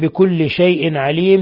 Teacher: تنوين كسر جاء بعده العين إظهار حلقي